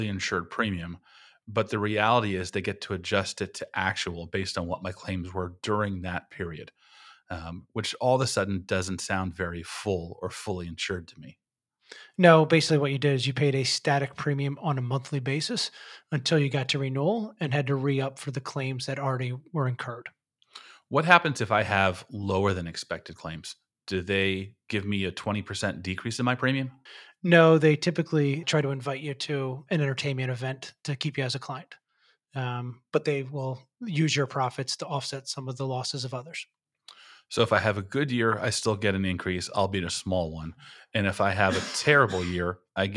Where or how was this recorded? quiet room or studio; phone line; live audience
quiet room or studio